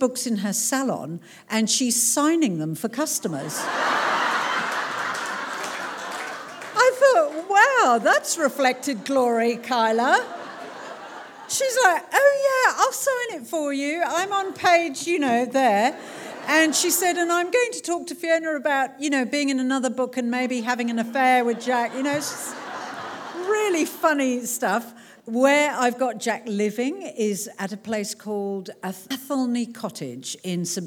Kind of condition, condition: setting, live audience